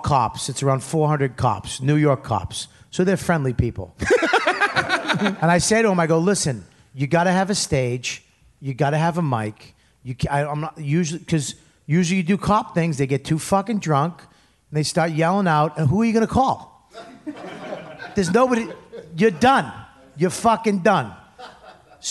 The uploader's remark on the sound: Live from Montreal's 'Just For Laughs' Festival. Recorded in front of a live audience in Montreal.